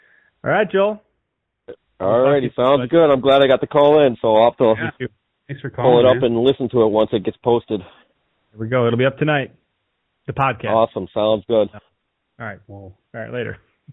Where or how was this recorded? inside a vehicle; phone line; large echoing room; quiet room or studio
phone line